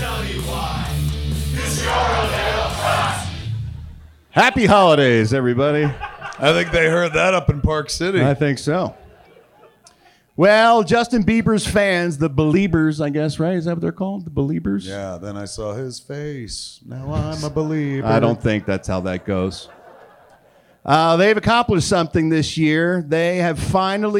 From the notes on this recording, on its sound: Recorded LIVE at Wiseguys in Salt Lake City, UT.